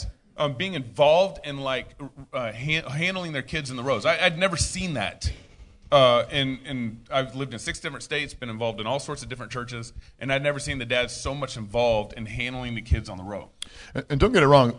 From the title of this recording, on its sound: Live at G3